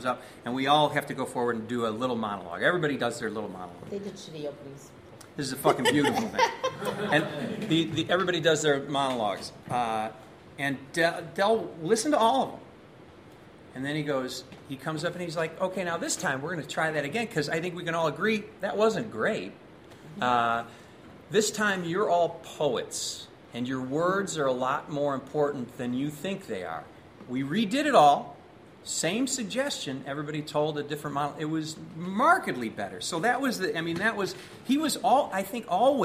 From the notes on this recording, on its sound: A panel discussion about Del Close. At the iO Theatre in Chicago on August 9th, 2016. Answer questions from the audience.